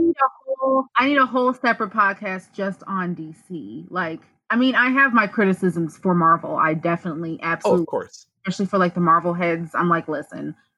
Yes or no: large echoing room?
no